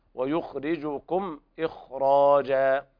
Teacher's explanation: باقي القراء يقرؤون بالتفخيم، التفخيم القوي في الخاء لمجاورتها راء مفتوحة وبعد ألف تفخم من الدرجة الأولى، نعم، ويخرجكم إخراجا، نعم.